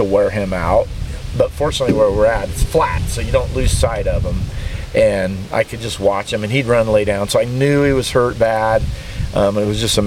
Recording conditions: wind noise